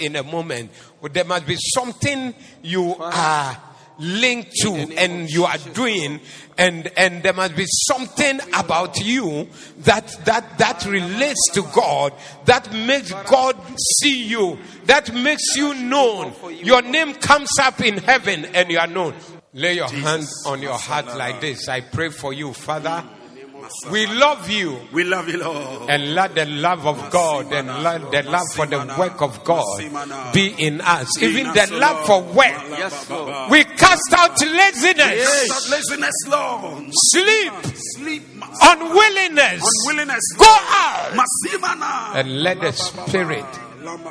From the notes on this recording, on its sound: Preached at the Zeloo Service